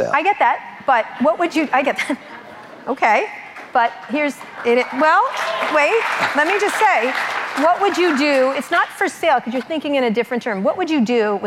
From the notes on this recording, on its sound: In front of a live audience at a Columbia University event in New York City.